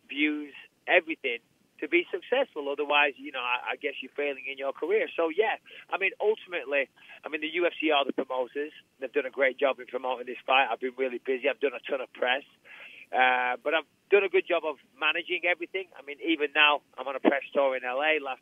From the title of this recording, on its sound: UFC 217 Conference Call